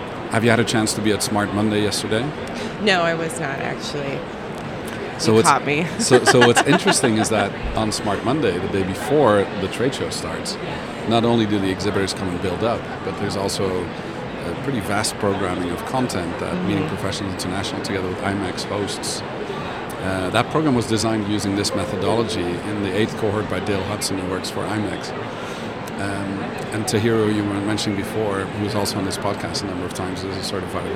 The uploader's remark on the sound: Live from #IMEXAmerica